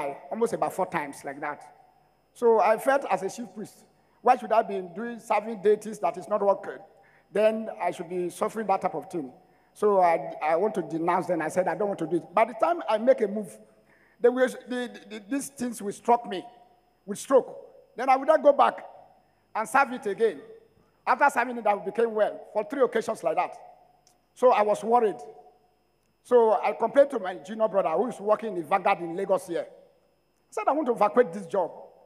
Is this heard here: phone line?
no